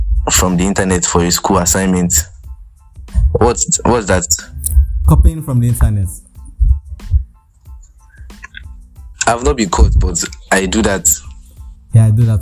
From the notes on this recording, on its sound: We tried our best on the audio. We Just Ordered For A Mic And It's Coming Soon.